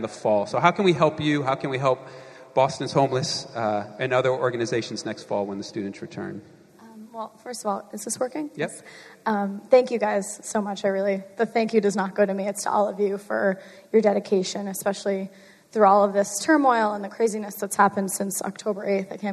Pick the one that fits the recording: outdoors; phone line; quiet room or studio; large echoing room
large echoing room